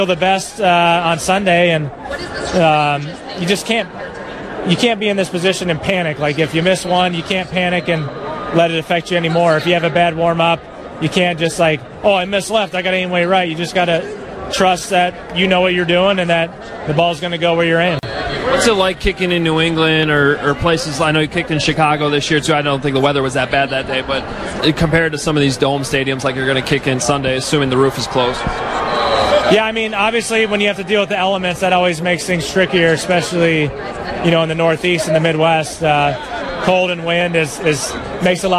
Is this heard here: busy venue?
yes